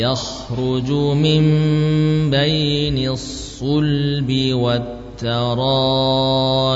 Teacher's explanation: Karena nun punya gunnah, diganti mim masih ada gunnahnya, ya, jadi tetap mempertahankan gunnah.